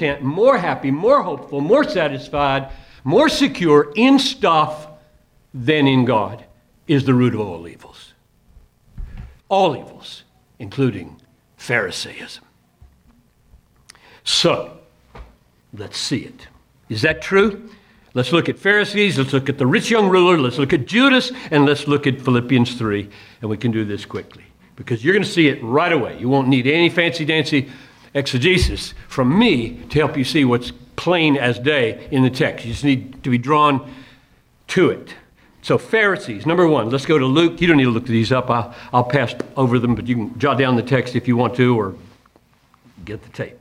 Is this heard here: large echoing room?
yes